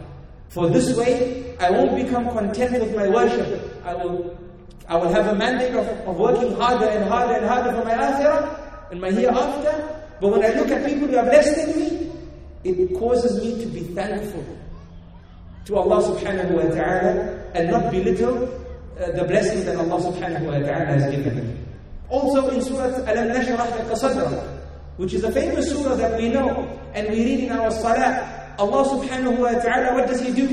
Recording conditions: live audience